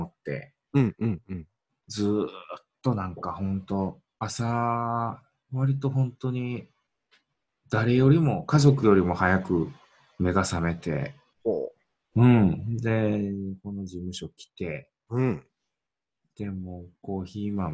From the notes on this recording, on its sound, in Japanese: zoom収録しています